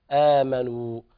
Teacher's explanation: إن الذين آمنوا هكذا، آمنوا وعملوا، وهنا نشبع حرف المد بمقدار حركتين، وحرف المد هنا آمنوا وعملوا ليس في إدغام، لأن الواو الأولى مخرجها من جوف الحلق، والواو الثانية تخرج من الشفتين فهي متحركة، إذا لا تماثل بينهما. فالواو الأولى تخرج من جوف الحلق وتمد ضم الشفتين